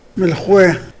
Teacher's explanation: XW, like the X, but with rounded lips